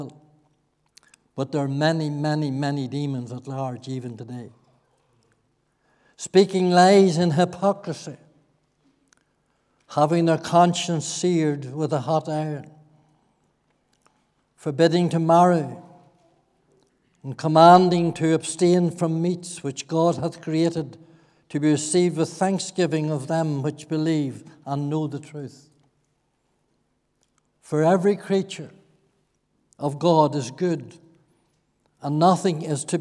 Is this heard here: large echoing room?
yes